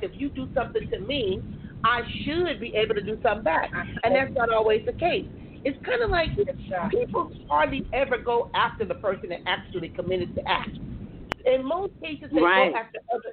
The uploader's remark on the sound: Part 2 of this mornings show due to difficulties with the sound.